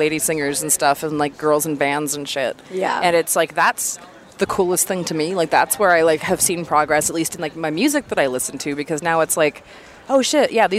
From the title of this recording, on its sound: Live from Warped Tour!